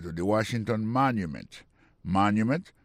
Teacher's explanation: Pour mot monument, il tombe sur le premier syllabe là.